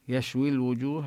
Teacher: إذا وصلنا بيشوي لا نمد الياء. يشوي الوجوه كذلك يعني حتى لا يلتقي الساكنان.